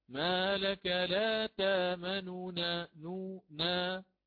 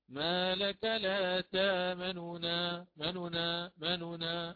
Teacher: لو أتيت بالحركة كاملة لقلت: ما لك لا تامننا نونا، نفس الحيز الزمني، ولكن أنا سآتي على النون الأولى المضمومة وأسرع فيها · Shown in: second take · Term: الاختلاس